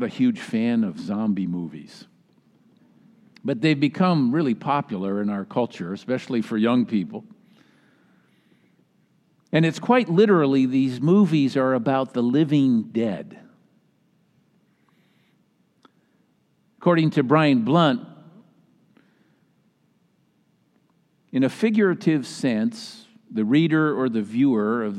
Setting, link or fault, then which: setting, large echoing room